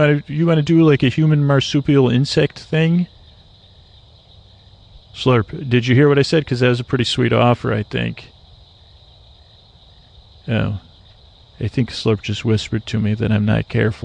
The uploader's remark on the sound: On Location. An ambient episode recorded on the edge of dusk in Florida. Listen and comment on the sounds of the swamp.